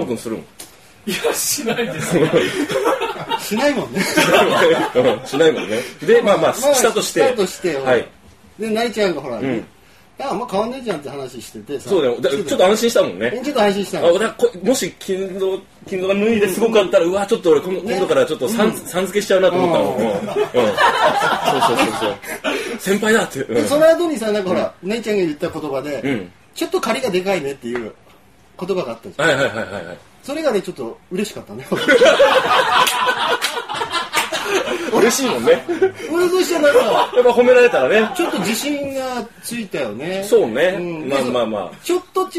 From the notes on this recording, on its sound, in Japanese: 公開収録。STR春の収録まつり のオープニングトークから始まります。初のイベントでまだまだ緊張気味です。